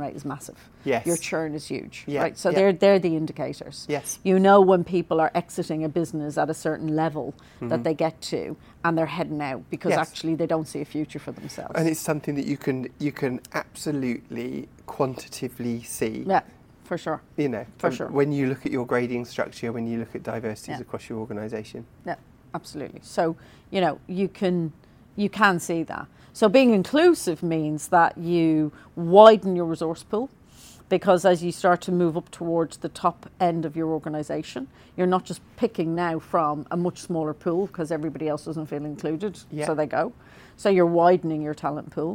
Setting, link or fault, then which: setting, busy venue